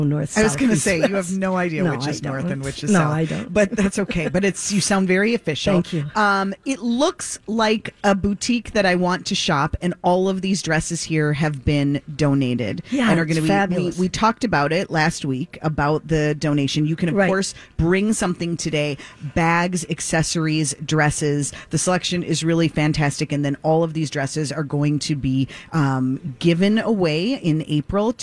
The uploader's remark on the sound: Live from the Galleria for PromPossible, a clothing donation drive to help Twin Cities students attend their own proms in high style!